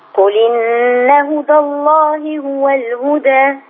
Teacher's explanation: التقليل مش هيبقى في الوصل في هدى الله في الوقف بس